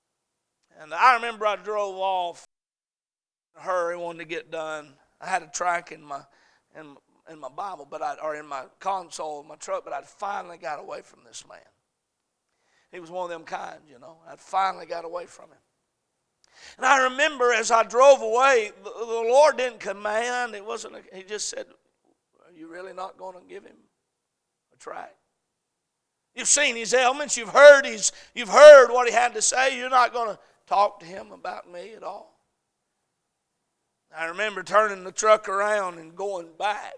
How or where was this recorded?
large echoing room